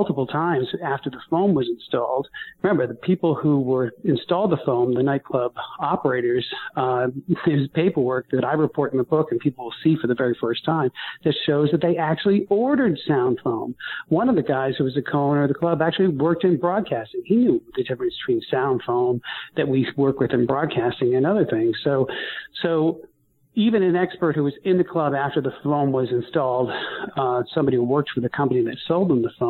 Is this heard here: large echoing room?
no